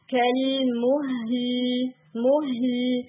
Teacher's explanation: اس میں نا آپ نے ہا کو بھی ساکن کرنا ہے اور لام کو بھی، اور میک شور کہ ہا کی ٹائمنگ لام کی ٹائمنگ سے تھوڑی زیادہ ہوں گی. کل مہل، پہلا لام اور لاسٹ والا لام بھی ٹائمنگ کے اعتبار سے برابر ہوں گے.